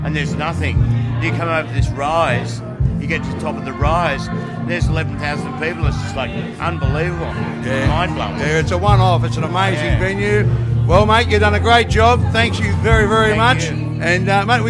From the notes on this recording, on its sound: Recorded on the ground at the Big Red Bash, hear interviews with Bashgoers, artists, volunteers and workers!